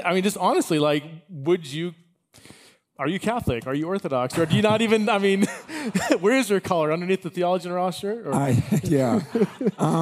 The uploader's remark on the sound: This podcast episode is a recording of that talk, along with the couch conversation I had with him and the audience Q & A. “Exiles in Babylon” 2023 conference.